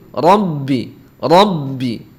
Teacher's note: pada saat mengucapkan Robbi suaranya mengalir ke hidung